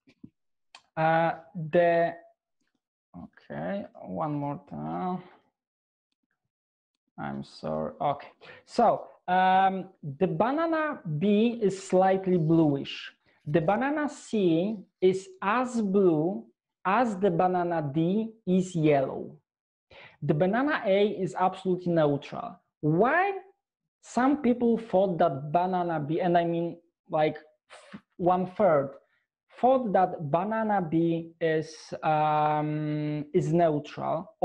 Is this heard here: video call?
yes